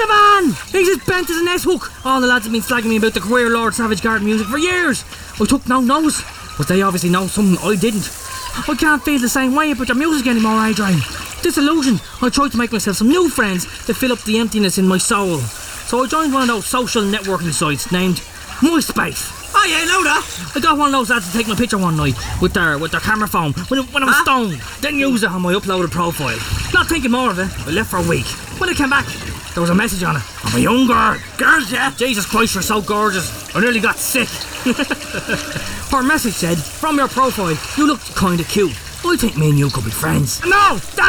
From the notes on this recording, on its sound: Live from the Silver Strand! A large ship nearly crashes into the hosts. A live radio broadcast from the Silver Strand in the cold of an Irish summer.